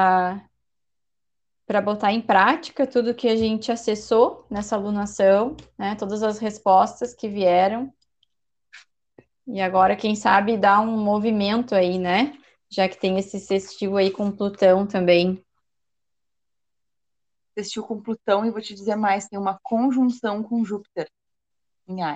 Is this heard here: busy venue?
no